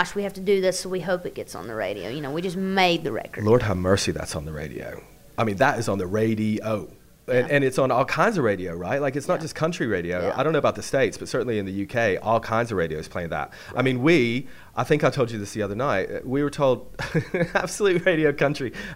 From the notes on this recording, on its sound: Backstage at the Highways Festival at The Royal Albert Hall.